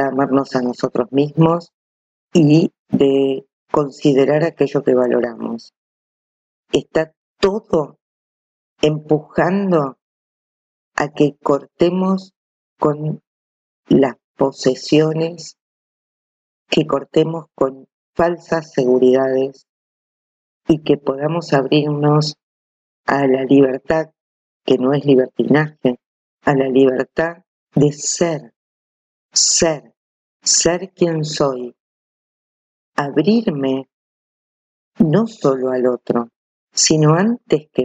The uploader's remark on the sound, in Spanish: Ante todo un LO SIENTO gigante, audio muy sucio. Elegí publicar igualmente, no llegamos a tiempo para regrabar.